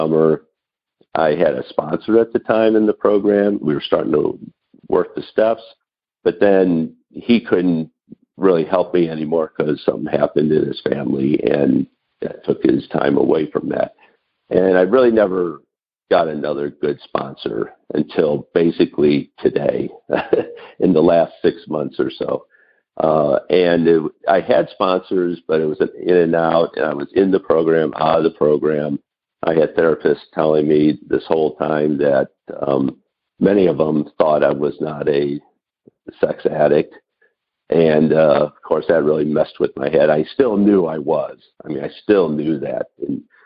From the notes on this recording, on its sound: Noon Phone Speaker Meeting